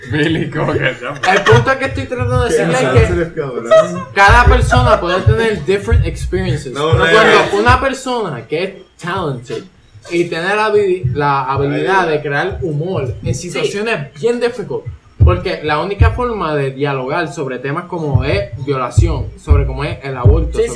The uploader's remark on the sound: In my final episode recorded in P.R, I'm joined by my bros. Sorry for the clipping.